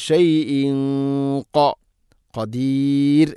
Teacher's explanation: വല്ലാഹു അലാ കുല്ലി ഷൈഇൻ ഖ വല്ലാഹു അലാ കുല്ലി ഷൈഇൻ ഖ തൻവീന് ശേഷം ഖാഫ് ഇഖ്ഫാ ബിഗുന്ന തൻവീനിനെ അവ്യക്തമാക്കി മണിക്കണം. ഖാഫ് സ്വരഭാരത്തിൽ ഉച്ചരിക്കേണ്ട അക്ഷരമാണ്. ഗുന്നയും ശ്രദ്ധിക്കണം.